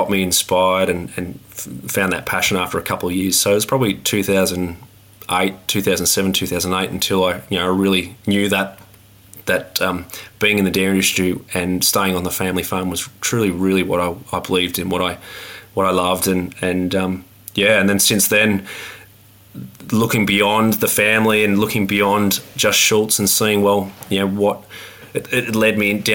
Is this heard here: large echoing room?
no